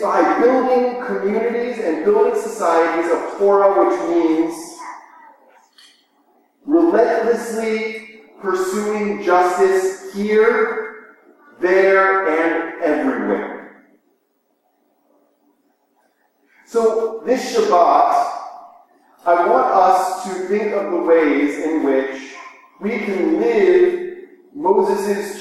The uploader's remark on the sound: Please pardon the echo. We had technical difficulties in the recording that we hope to have resolved in the future.